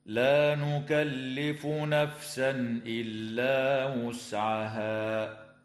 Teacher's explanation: التنوين في قوله تعالى نفسا إلا حكمه الإظهار الحلقي عند الهمزة، ويراعى قراءة كلمة وسعها بضم الواو، ويجوز الوقف على هذه الكلمة من قبيل الوقف الجائز، هكذا: لا نكلف نفسا إلا وسعها.